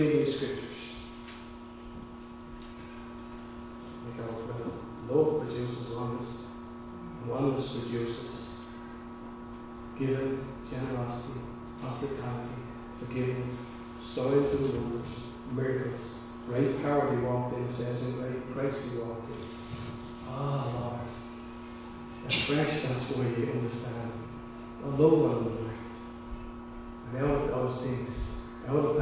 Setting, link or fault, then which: setting, large echoing room